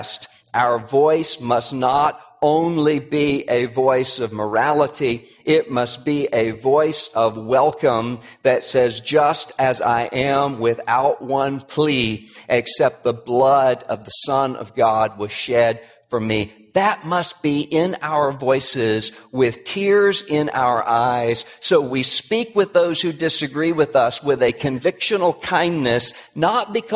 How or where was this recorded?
large echoing room